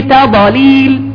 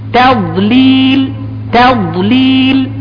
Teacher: وبعض الناس يقلقل الضاد ظنا منه أن الضاد من حروف القلقلة، الضاد ليست من حروف القلقلة، فبعضهم يقرأ في تضليل، لا، ما في قلقلة في الضاد، الضاد تسكن ولا تقلقل · Shown in: second take